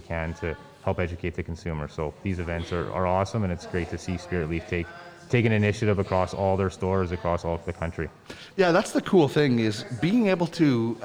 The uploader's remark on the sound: It’s a great day today at Spiritleaf Argyll in Edmonton as the Spiritleaf Bus Tour is one and we’re on location.